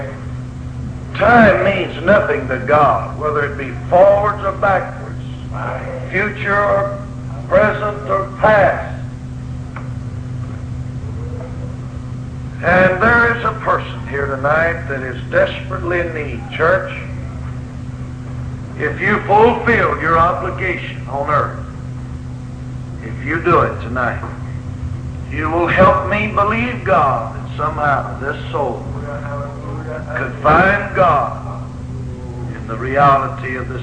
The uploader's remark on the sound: Preaching in Laurel, Mississippi in 1963. Sorry but the Recording is not the best quality.